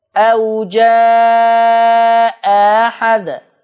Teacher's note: الهمزة المسهلة حرف فرعي، ليس بهاء